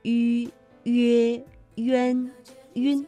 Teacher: 我们口腔啊要近似闭拢，那舌的前部要抬高，气流从口腔呼出